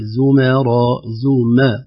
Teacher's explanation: ترقيق الميم أيضا حذرا من تأثرها بالراء بعدها